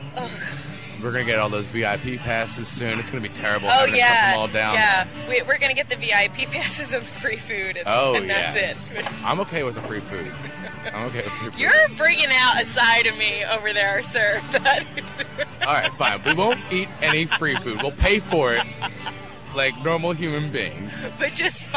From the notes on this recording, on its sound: pack up the WOND van for a field trip to the 3rd Annual Atlantic City Food Truck Festival